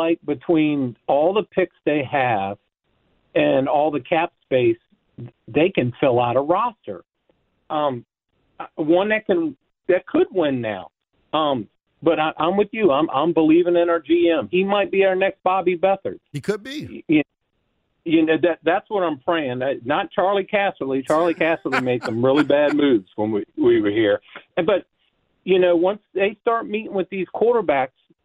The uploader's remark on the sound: the phones are lighting up